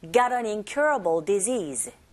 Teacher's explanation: got의 t 사운드가 뒤에 나오는 부정관사 on, 요거 사이에 껴있어요. 아, 어 사이에, 중간에 껴있으니 역시 플랩 현상에 의해서 gotten, 어는 약하게 들리죠?